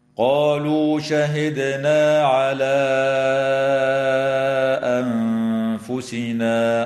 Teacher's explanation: وتخفى النون الساكنة عند الفاء مع الغنة مرققة في كلمة أنفسنا · الدال الساكنة من كلمة شهدنا يجب أن تقلقل وصلا ووقفا